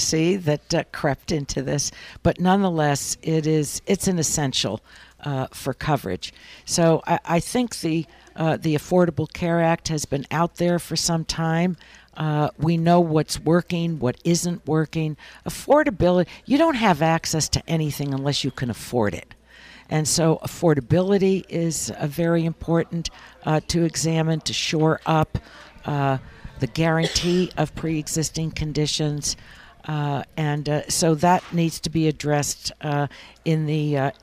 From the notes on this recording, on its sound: Broadcasting live from Bloomberg’s Government Next.2018 conference in Washington DC.